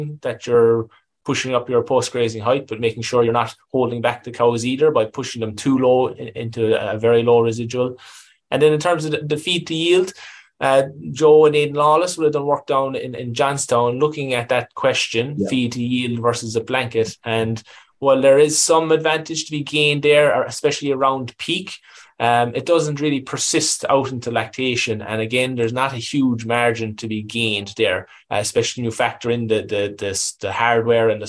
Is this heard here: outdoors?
no